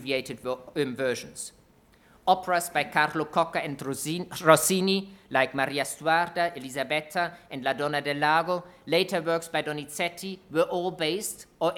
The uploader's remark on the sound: UCL History. Inaugural Lecture.